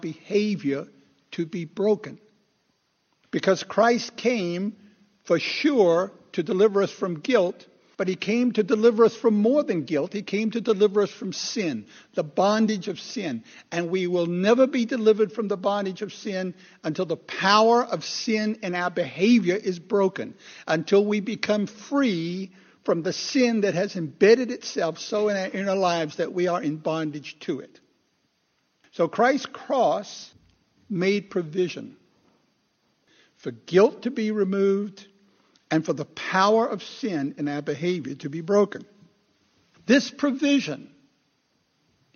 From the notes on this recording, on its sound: Recorded 2/11/2016 at Christ Church Anglican